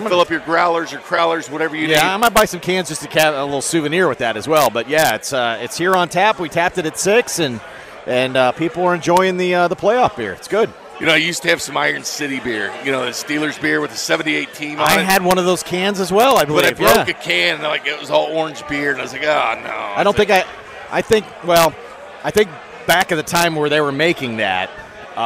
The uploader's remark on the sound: Hour two live from Cinder Block Brewery.